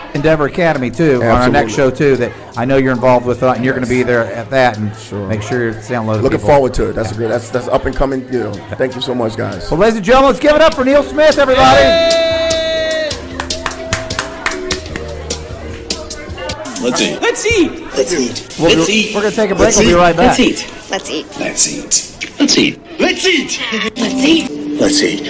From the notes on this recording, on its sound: Live from The Lakewood Local